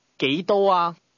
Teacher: the tone rises from the mid-level to the high level before returning to the mid-level.